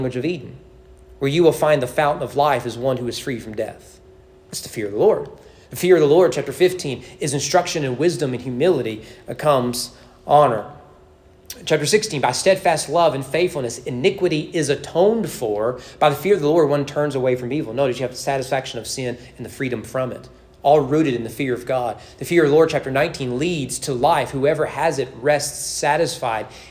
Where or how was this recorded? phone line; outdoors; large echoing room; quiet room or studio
large echoing room